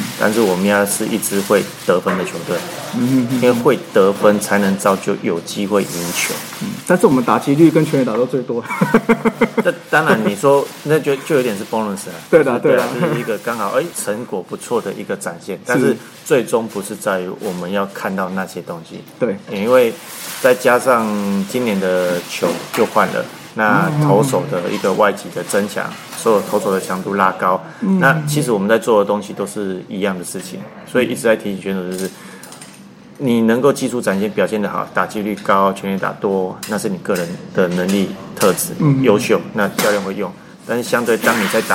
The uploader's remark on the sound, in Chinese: 本集錄音於球場，全程使用錄音設備較精簡，音質不佳請見諒。特別南下到獅隊春訓基地。